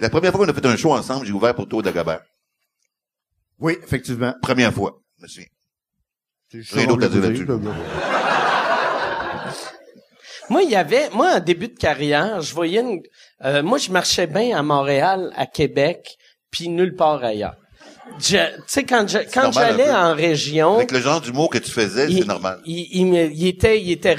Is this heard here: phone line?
no